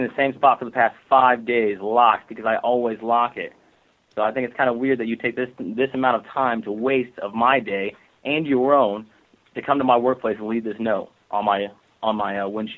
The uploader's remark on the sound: …'s Personal Prank Phone Calls Collection.